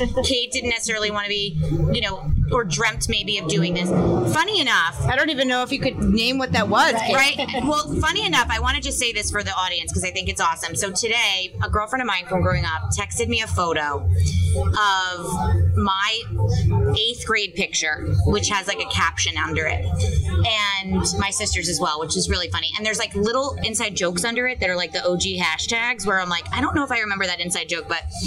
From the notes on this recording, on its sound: Recorded LIVE on Monmouth Street in Red Bank, NJ (8.27.20)